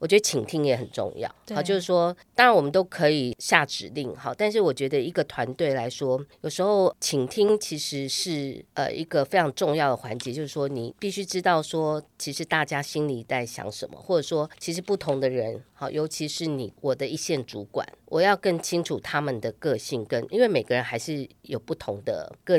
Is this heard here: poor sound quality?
no